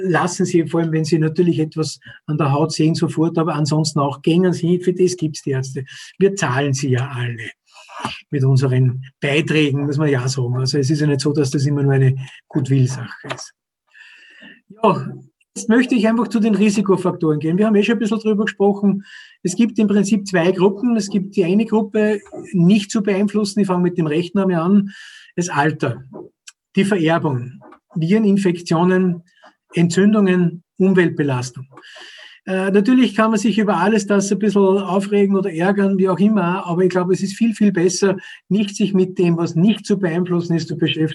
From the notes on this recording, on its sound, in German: fand im Rahmen einer Web&Call- Vortragsreihe der Krebshilfe OÖ statt